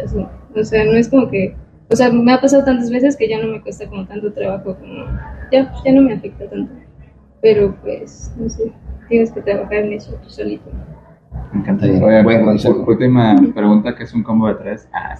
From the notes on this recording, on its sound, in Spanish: Parte de las entrevistas que armamos en el Festival Rayón 2023